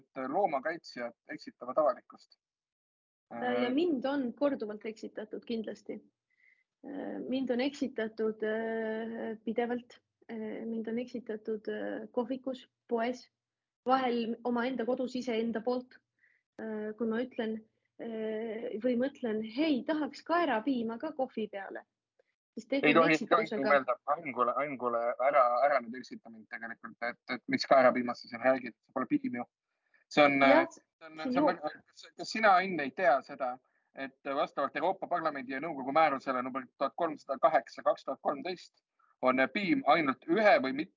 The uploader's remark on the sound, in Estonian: Seekord retrokvaliteediga Zoomi-miniepisood.